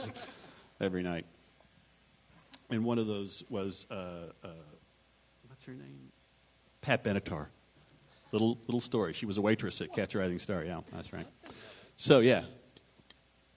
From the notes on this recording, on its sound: Recorded live at the Austin Film Festival on October 24, 2013.